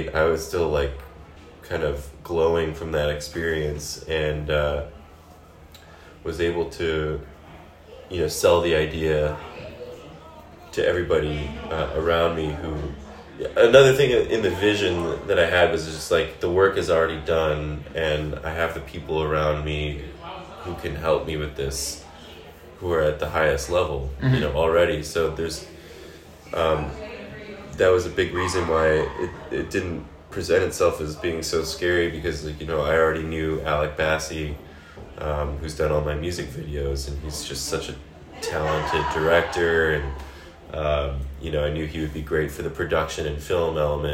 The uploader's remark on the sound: sat down at the Borderland Festival in East Aurora, NY